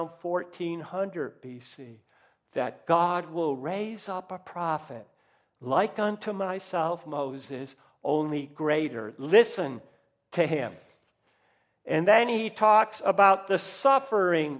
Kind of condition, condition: setting, large echoing room